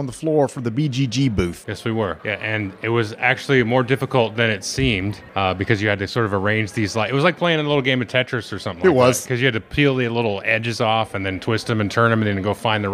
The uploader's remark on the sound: Gen Con Live!